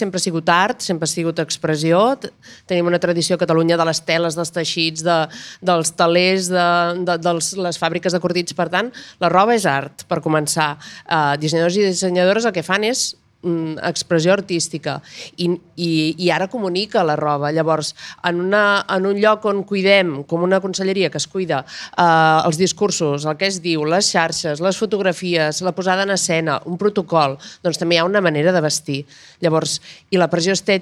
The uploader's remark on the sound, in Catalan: Enregistrada en viu en el marc de la Jornada de Pòdcasts per Combatre la Pressió Estètica del Departament d’Igualtat i Feminismes de la Generalitat de Catalunya i Radio Primavera Sound, celebrada el 3 de desembre de 2023 a l’Antiga Fàbrica Estrella Damm